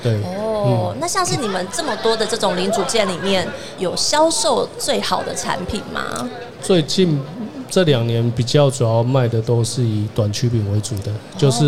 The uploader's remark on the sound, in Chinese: 2022 Taipei Cycle台北國際自行車展-Live Podcast